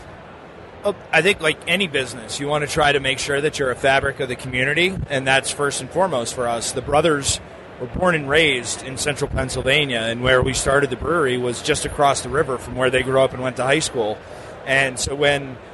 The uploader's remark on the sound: This interview was recorded at the 2016 Great American Beer Festival in Denver.